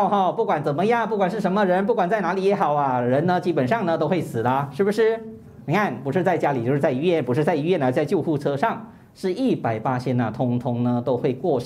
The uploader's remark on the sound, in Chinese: 2023清明开示【现场录影】。